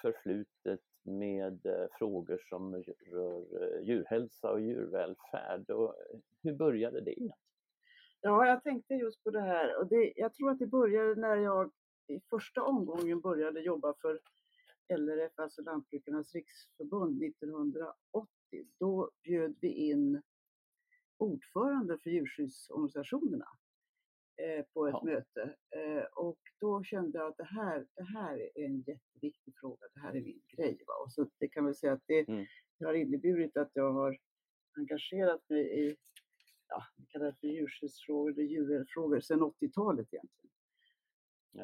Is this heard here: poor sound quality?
yes